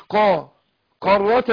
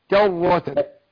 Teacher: معلش أنا هرقق الكاف ولكن عايز أفخم الراء · Shown in: second take